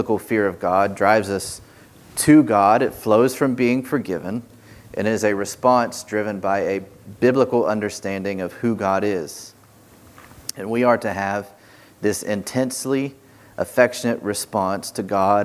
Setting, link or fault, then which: setting, large echoing room